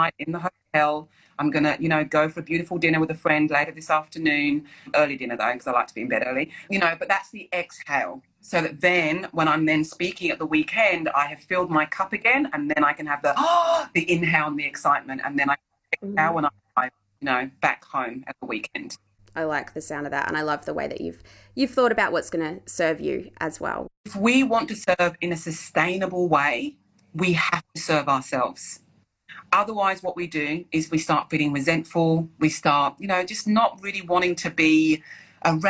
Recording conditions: video call